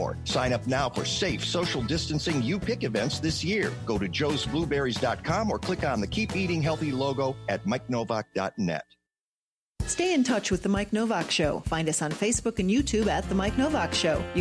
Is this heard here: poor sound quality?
no